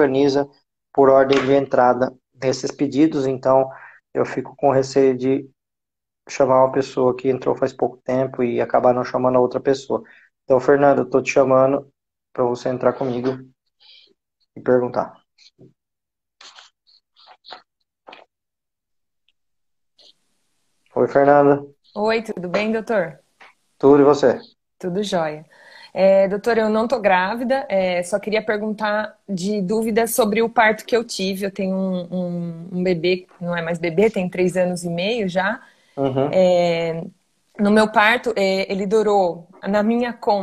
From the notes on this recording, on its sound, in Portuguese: Esse podcast é uma live de perguntas e respostas realizada no Instagram